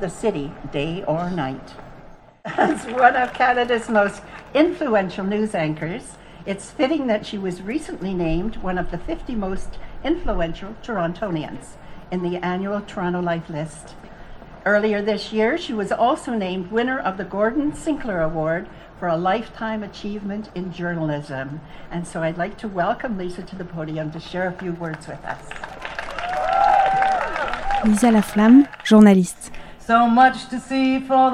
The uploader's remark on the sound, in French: Plusieurs officiels ont pris la parole devant un public fidèle et heureux de reprendre cette tradition vieille de 144 ans.